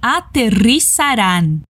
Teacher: O R vibrado em ri, o Z não faz zumbido como em português. Sa e o A bem aberto no final.